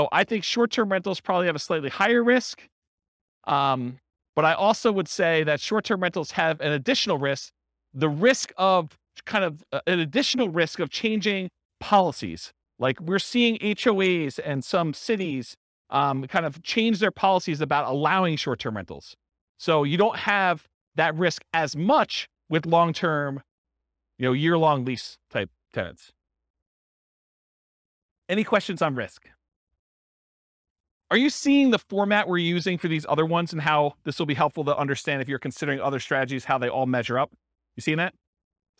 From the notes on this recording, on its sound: This was a live class recorded.